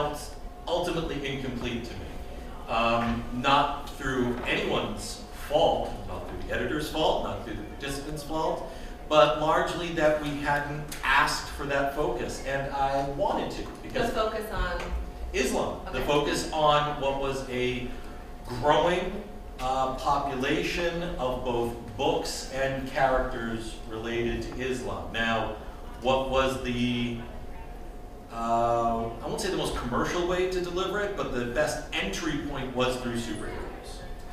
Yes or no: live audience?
yes